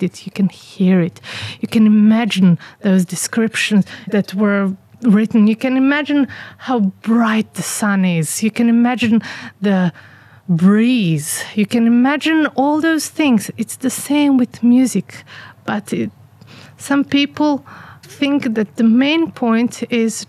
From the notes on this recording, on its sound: Recorded outside in our garden here in the village of Čardačani. You'll also here "village sounds" during the podcast.